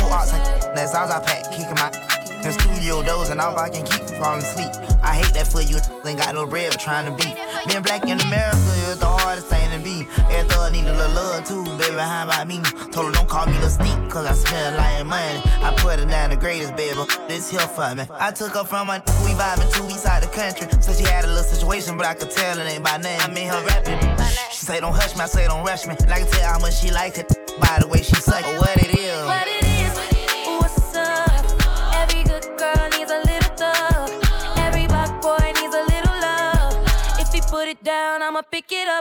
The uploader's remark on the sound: Brunch at Air Restaurant & Lounge DC. Spins LIVE at The Air Restaurant & Lounge | 2473 18th St NW Fl 2, Washington, DC 20009.